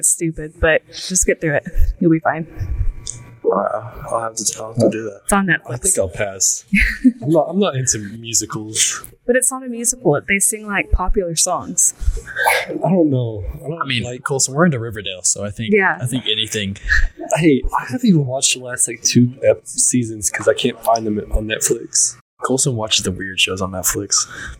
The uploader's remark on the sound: This is the first podcast, so the audio is a little off.